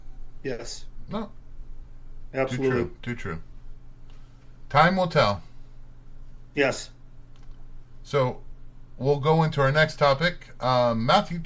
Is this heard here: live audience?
no